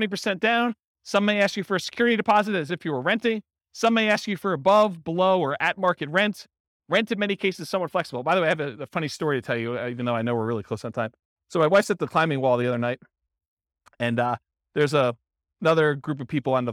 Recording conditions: live audience